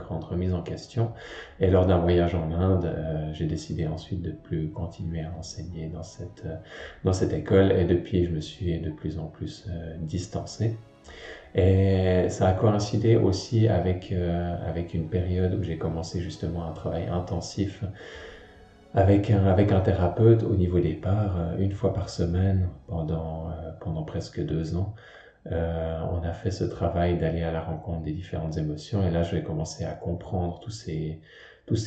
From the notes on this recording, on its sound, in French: Tiré d'une vidéo que j'avais peu partagé. La qualité audio est un peu moins bonne.